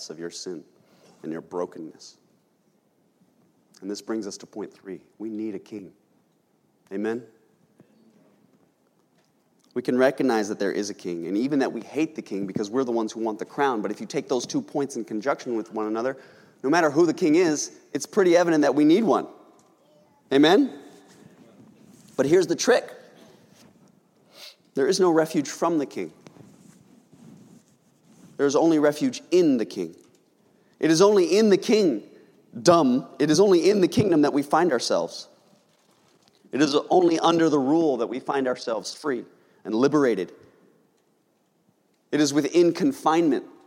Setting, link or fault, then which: setting, large echoing room